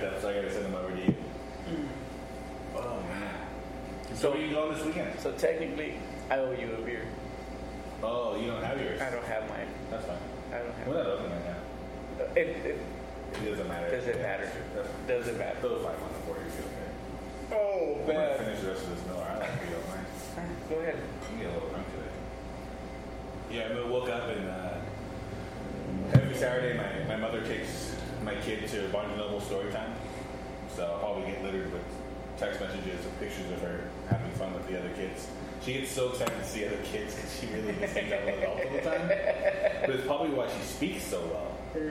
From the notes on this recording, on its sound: recorded in the one & only Spokeasy Public House